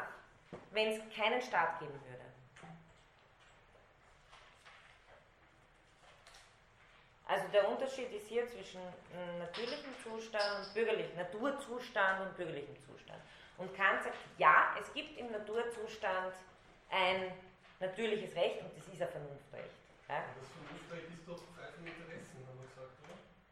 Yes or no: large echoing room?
yes